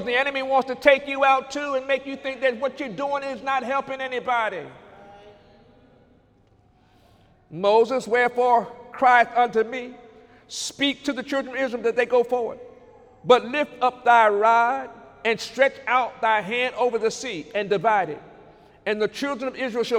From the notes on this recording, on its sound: During Sunday morning service